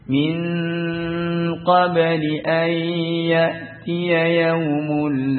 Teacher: Demikian pula pada izhar lebih dekat kepada pada qaf dan kaf, lebih dekat pada izhar. Jadi nunnya itu lebih tampak